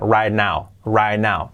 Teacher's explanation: Incluso la T de right casi no la pronuncio